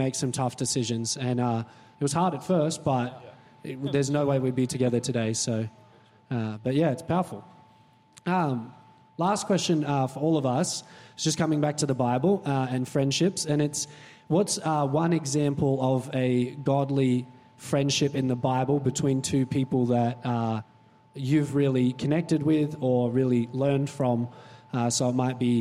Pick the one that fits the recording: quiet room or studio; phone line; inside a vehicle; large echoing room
large echoing room